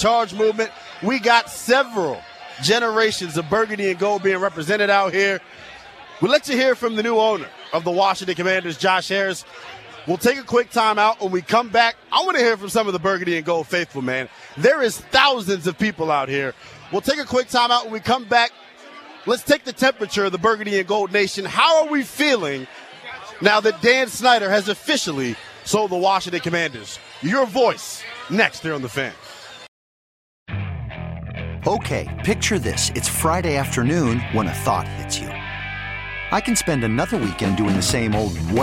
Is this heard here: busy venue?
yes